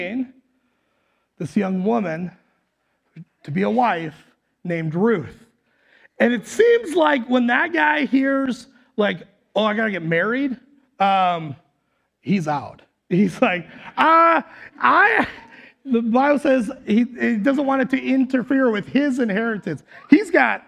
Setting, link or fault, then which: setting, live audience